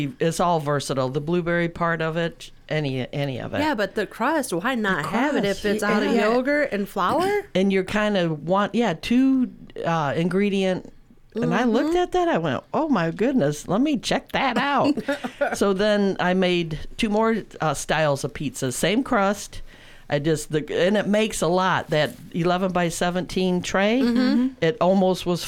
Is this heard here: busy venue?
no